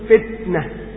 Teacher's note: التاء مهموس لأنه لا يهتز به الغشائين الصوتيين. اهتز يبقى جاه، ما اهتزش يبقى همس.